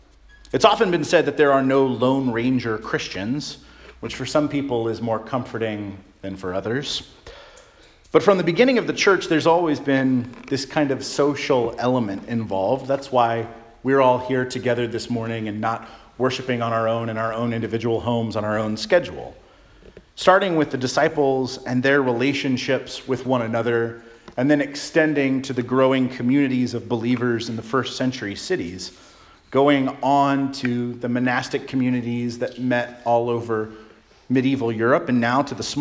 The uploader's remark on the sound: Charles Anglican Cathedral, Bremerton, WA.